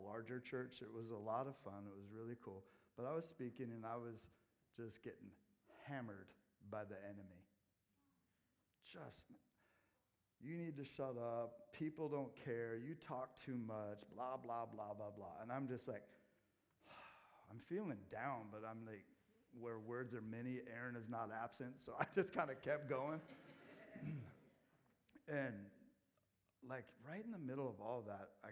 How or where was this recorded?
large echoing room